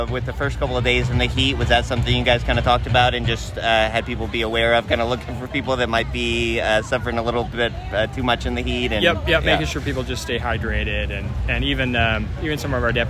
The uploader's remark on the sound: We bring our annual live special from the Clackamas County Fair, featuring interviews with fair coordinators, exhibitors and superintendents, entertainers, 4-H members and more.